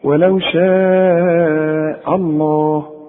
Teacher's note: اوعى تفخم الهمزة ديت اللي جنب لفظ الجلالة وتقول ولو شاء الله دي كتير قوي بيغلطوا فيها انما انت